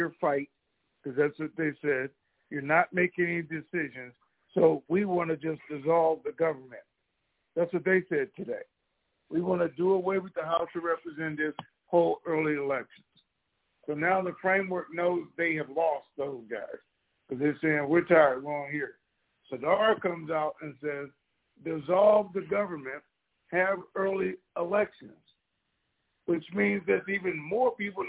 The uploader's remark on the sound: TNTSuperfantastic Conference Call.